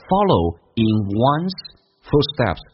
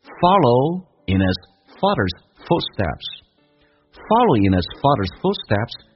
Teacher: in 跟 his，它有个听力难点，也就是 h 音被击穿，用 in 跟 i 形成个连音叫 inhis